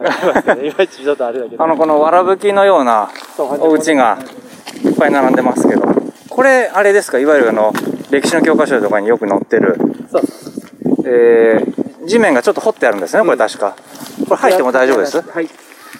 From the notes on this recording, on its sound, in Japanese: 佐賀県吉野ヶ里遺跡に行った時の記録をお届けします。おっさん二人が国指定の特別史跡でキャッキャウフフするだけの音声です。